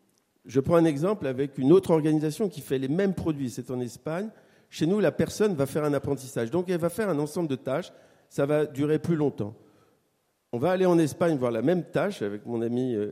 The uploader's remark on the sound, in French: table ronde enregistrée aux Entretiens de Valpré le 17 novembre 2023